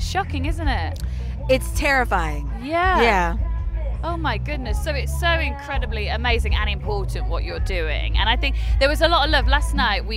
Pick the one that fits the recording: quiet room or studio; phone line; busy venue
busy venue